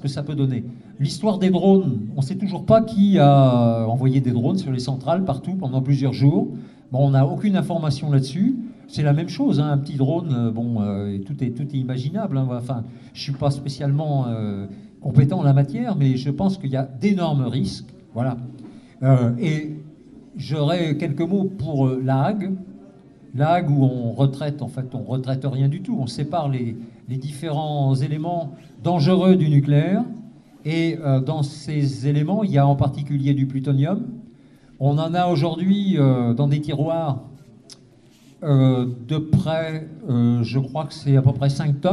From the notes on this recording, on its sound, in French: Soirée à la salle municipale de La Flèche : un morceau de la conférence sur le nucléaire.